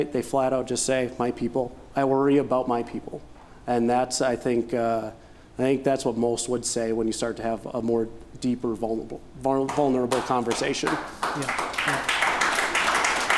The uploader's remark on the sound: we recorded the podcast LIVE at The Main - an Event Space in downtown La Crosse